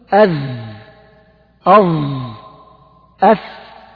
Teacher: طرف اللسان مع أطراف الثنايا العليا، ويخرج منه الحروف اللثوية اللي بتقول من للطلاب الصغار طلع لسانك في الثاء والذال والظاء، تقول أذ أظ أث الحروف.